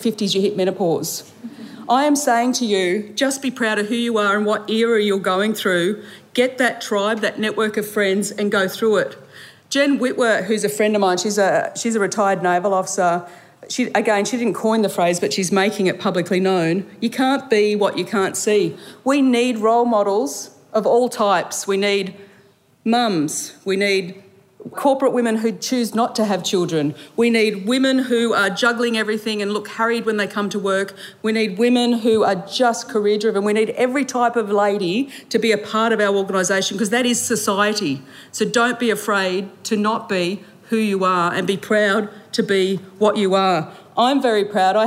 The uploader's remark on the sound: Recorded live at the Future Women Leadership Summit 2023.